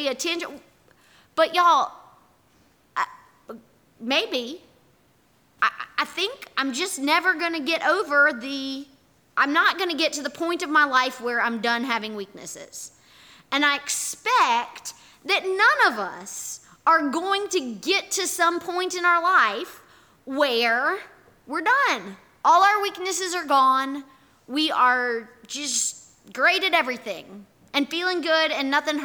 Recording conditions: large echoing room